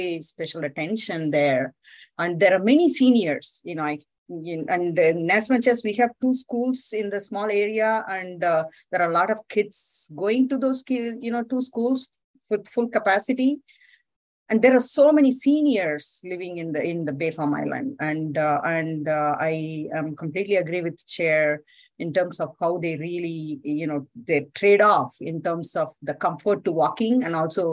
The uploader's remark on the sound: Transportation Commission - ZOOM.